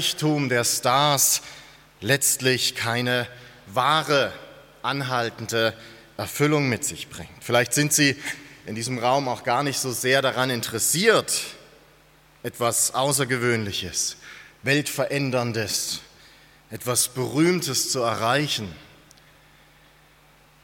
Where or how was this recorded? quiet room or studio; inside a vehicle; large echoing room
large echoing room